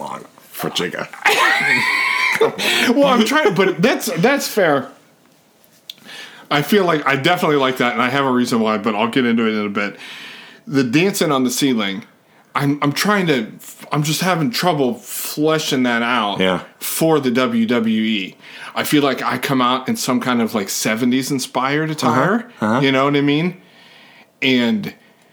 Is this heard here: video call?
no